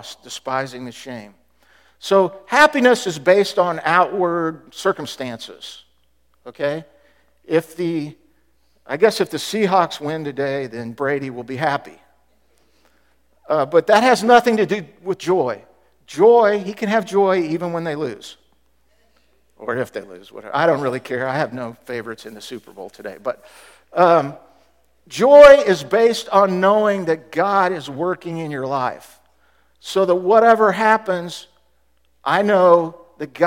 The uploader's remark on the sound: Was recorded at The Calling Community Church located in Platte City, Missouri. Services are held at 10:30 AM in the Platte County High School School Auditorium.